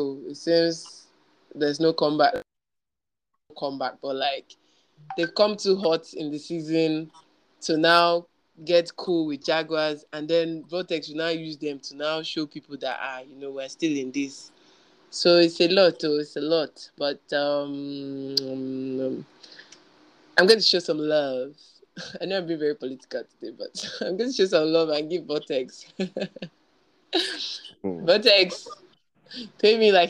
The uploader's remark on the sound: apologies on the audio glitches